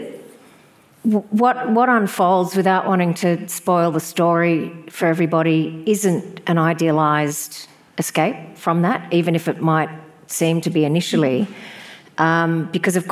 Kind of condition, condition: setting, live audience